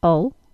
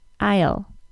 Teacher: the I-L-E ending is pronounced ul, schwa plus L sound in American English pronunciation, and I'll, long I plus L sound in British English pronunciation